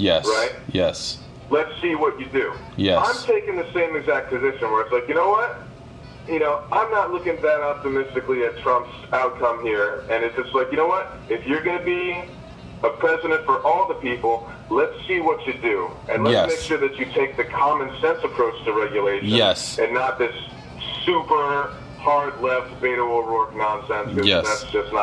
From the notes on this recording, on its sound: Various callers, including usual guests and others call in to discuss their feelings and frustrations. Music keeps playing....